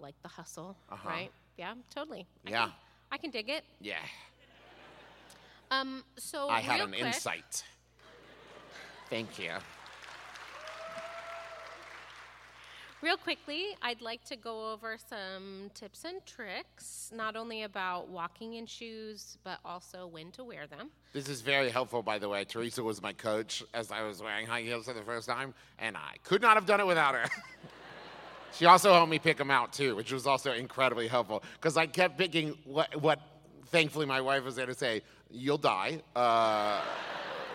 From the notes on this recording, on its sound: Was recorded LIVE in Pittsburg!